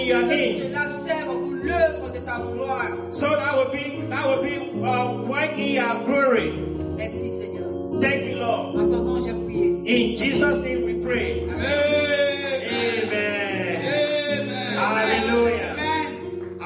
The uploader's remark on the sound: Praise and Worship Service